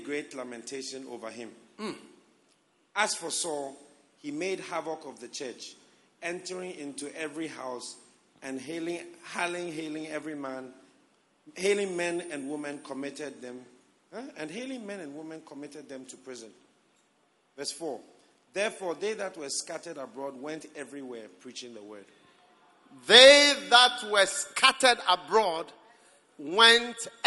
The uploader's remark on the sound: Preached at the Prophetic Encounter Service.